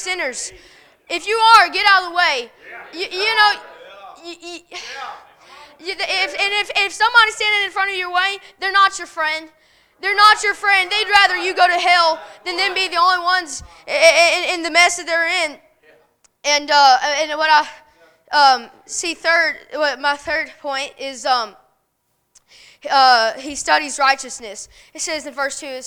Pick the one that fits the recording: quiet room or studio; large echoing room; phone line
large echoing room